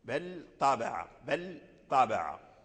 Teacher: إذن لابد من بيان اللام عند الطاء بل طابع بل طابع ويتحول اللسان من مكان مخرج اللام إلى الطاء